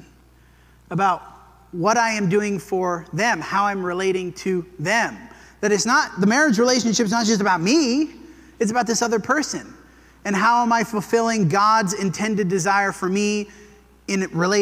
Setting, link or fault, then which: setting, large echoing room